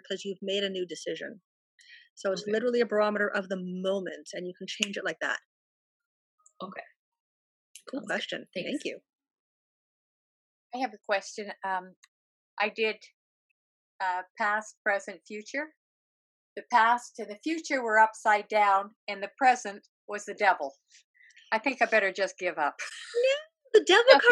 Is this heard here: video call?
yes